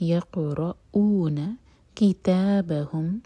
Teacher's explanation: یقرؤون قاف پر قلقلہ، حمزہ پر cut off sound